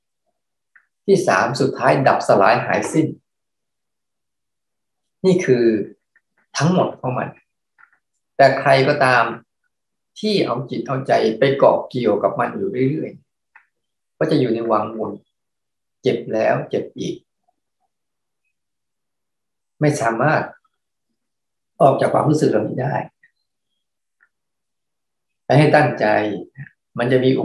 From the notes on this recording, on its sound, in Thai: คอร์สออนไลน์ (ผ่านโปรแกรม Zoom)